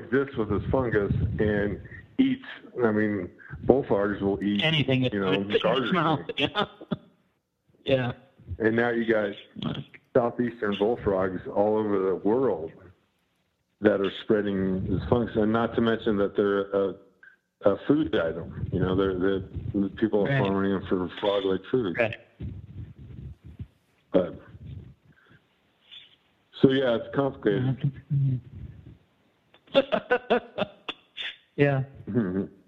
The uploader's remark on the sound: Apologies for any audio issues on this one. Line proved a bit dodgy.